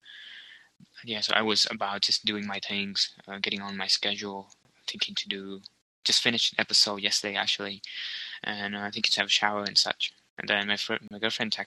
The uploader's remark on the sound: Some audio problem too, mostly mt internet connection.